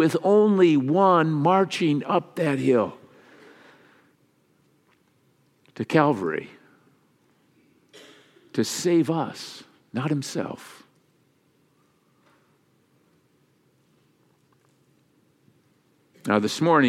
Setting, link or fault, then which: setting, large echoing room